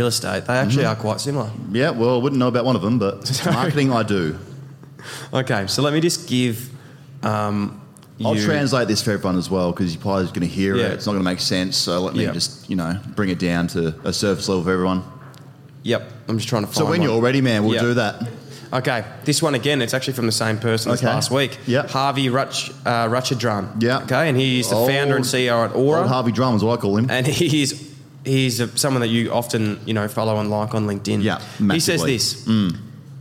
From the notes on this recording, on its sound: We report live from the Pub at Crown with a massive AFL Season preview.